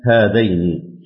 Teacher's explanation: أن يقرأ أبو عمرو لفظ هذان بياء ساكنة لينة بعد الذال